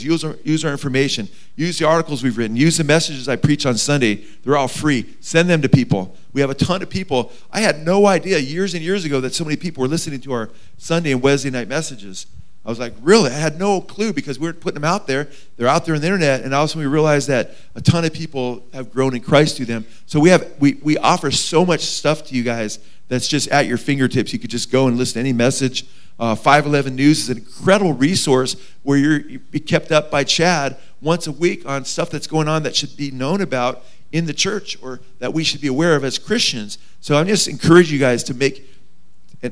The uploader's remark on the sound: Today's broadcast is filmed live from the premiere of our new film. At Blessed Hope Chapel in Simi Valley, CA.